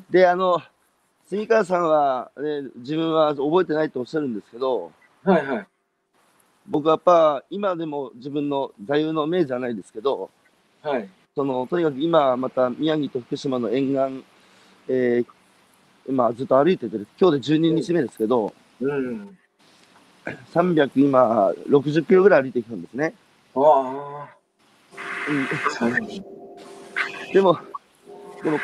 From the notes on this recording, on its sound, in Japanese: 歩きながら1時間、対談する